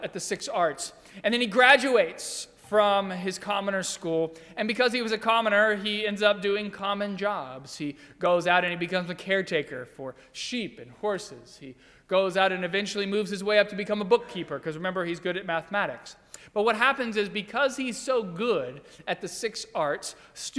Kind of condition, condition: setting, large echoing room